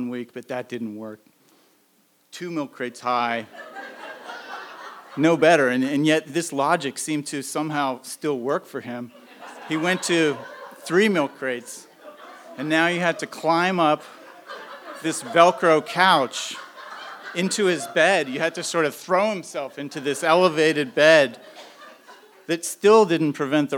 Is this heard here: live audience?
yes